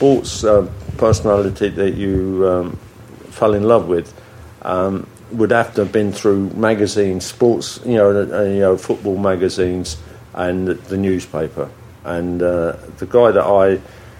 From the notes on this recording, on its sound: Coming live from the Millennium Hotel